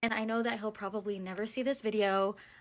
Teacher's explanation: you merged these two vowel sounds, pronouncing the word heel as hill